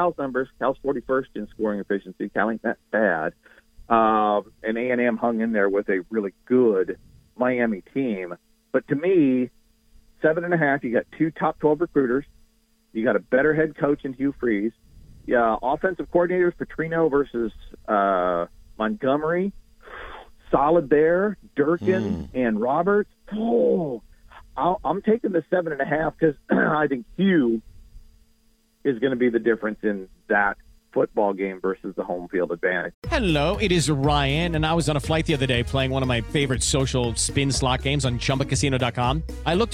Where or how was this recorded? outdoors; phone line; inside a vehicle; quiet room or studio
phone line